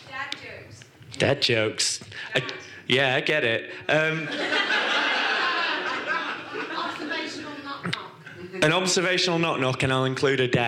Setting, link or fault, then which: setting, live audience